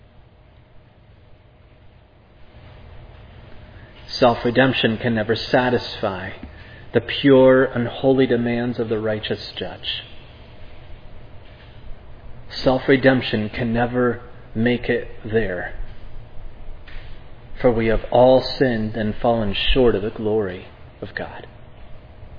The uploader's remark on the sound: This sermon was preached at Providence Church on August 21, 2022.